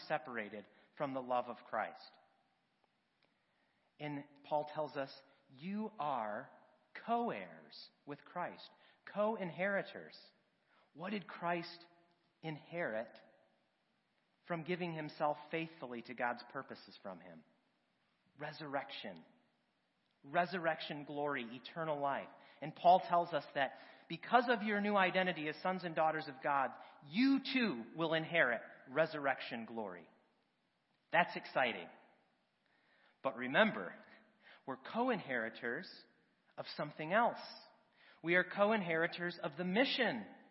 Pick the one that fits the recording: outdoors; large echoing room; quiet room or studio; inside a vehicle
large echoing room